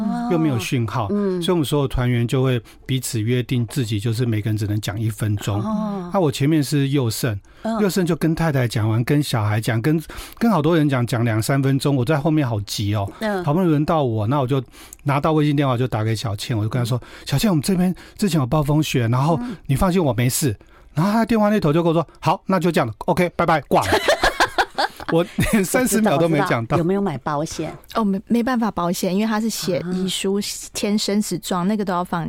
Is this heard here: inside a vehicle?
no